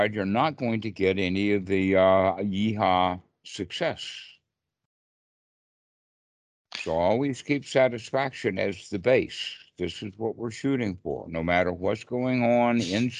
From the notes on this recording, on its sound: skype calls on this channel